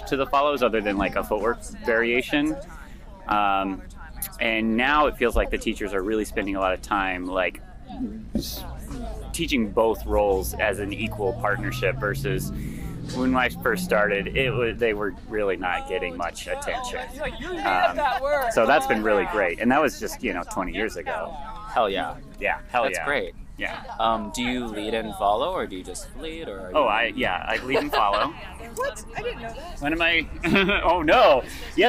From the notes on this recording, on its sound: We brought a mic around Cal Anderson Park across the street from Centruy Ballroom and talked to dancers in their down time.